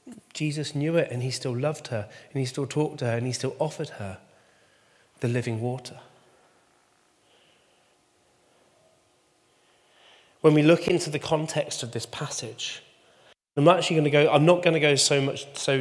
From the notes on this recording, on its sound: Recording from Immanuelskyrkan Skövde.